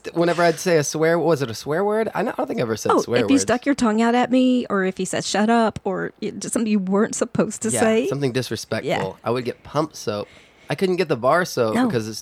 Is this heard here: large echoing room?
no